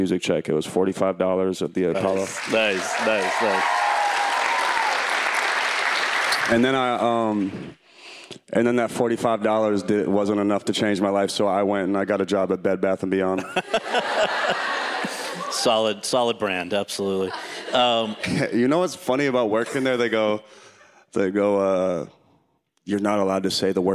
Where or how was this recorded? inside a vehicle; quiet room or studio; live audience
live audience